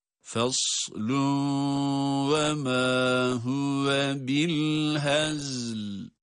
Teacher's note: Ancak geçtiğimiz zaman faslun ve ma, burada tenvinden sonra vav harfi geldiği için idgamı ma'al gunne ile okuyoruz